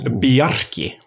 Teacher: Icelanders do love a rolled R